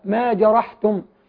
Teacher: ننتبه إلى ترقيق الحاء